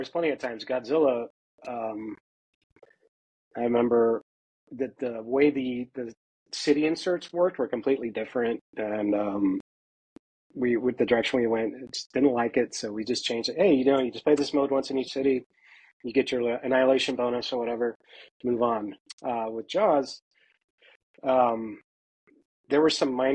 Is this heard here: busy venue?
no